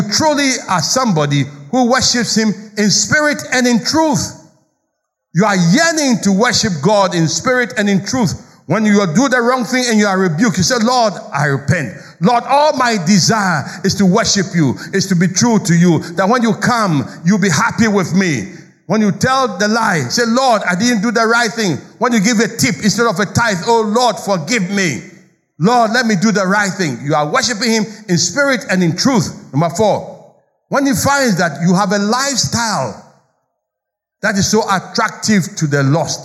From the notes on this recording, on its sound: Sermon preached at CBC Shiashie Campus